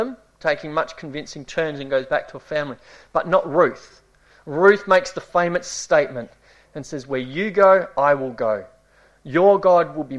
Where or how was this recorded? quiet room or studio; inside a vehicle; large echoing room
large echoing room